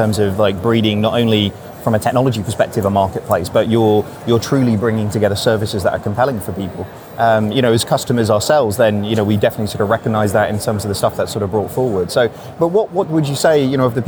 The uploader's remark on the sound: Live from Xerocon